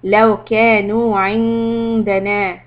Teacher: the noon is إخفاء، wait two حركات، hide the sound of the noon